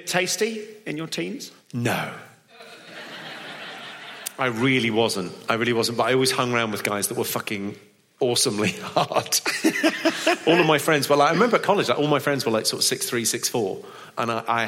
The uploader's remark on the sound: This is a live performance in front of an audience. Live on stage during his “Terribly Funny” tour shows in Manchester, Birmingham and Cardiff.